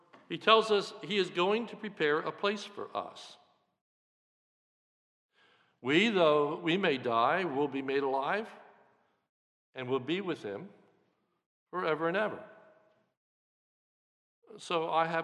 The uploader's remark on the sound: This is a sermon recorded at the Lebanon Bible Fellowship Church in Lebanon, PA. During the Maundy Thursday Service.